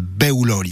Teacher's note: avec un accent tonique sur le O, qui fait qu'au lieu d'être prononcé fermé, beuloli, il est ouvert, beuloli.